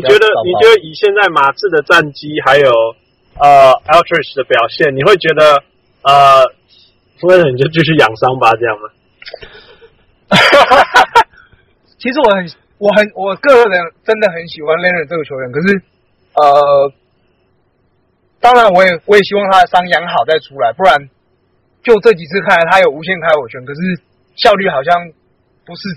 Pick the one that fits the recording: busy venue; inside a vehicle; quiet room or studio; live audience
inside a vehicle